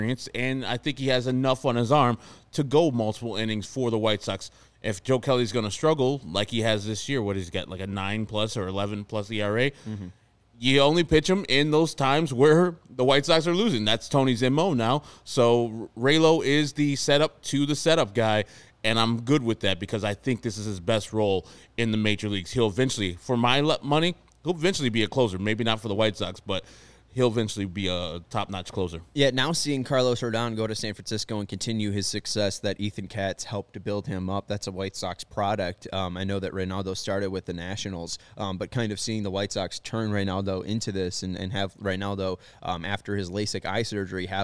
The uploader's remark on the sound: Joins the show live from Guaranteed Rate Field with the latest from the victorious White Sox clubhouse.